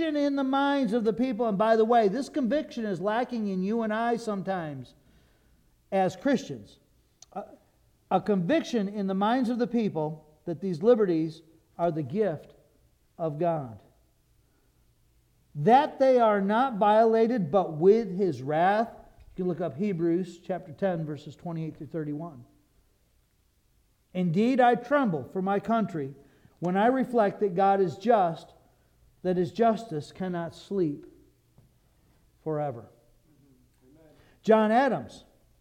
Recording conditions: large echoing room